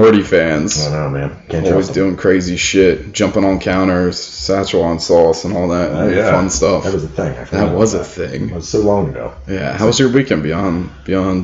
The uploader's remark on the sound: In spite of mic issues